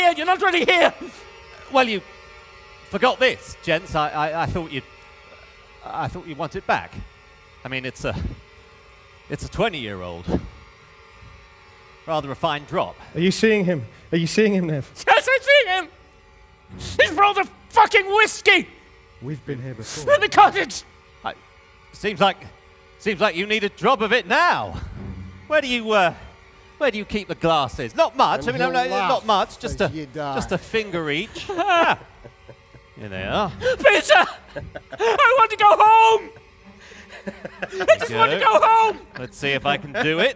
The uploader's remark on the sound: The Society of Strange improvises a weird tale in front of a live audience.